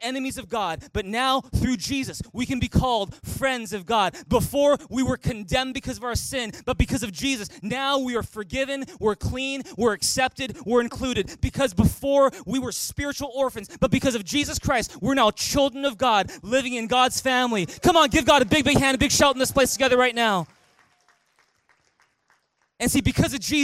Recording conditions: large echoing room